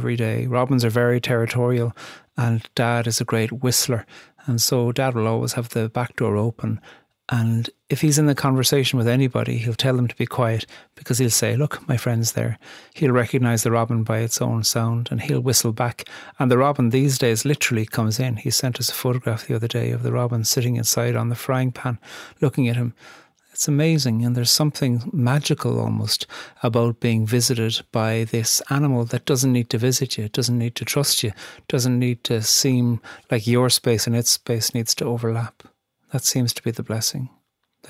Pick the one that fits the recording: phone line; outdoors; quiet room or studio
quiet room or studio